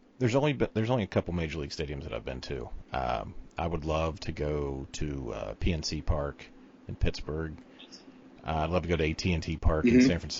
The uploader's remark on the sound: Technical Difficulties Edition.